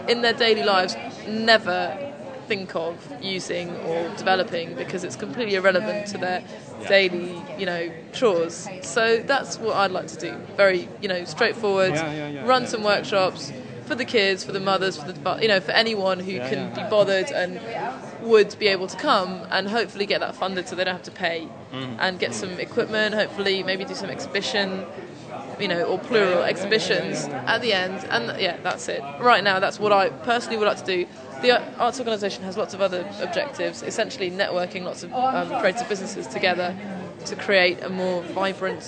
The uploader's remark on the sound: Live interviews with social entrepreneurs and support groups capture the enthusiasm and passion of the social enterprise scene at the extraordinary Shine conference.